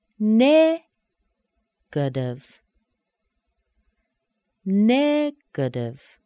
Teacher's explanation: We have a primary stress, a weak stress, and then a weak stress.